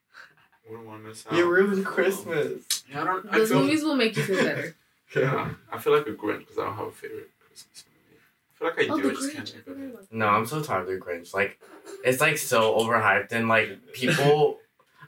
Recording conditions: poor sound quality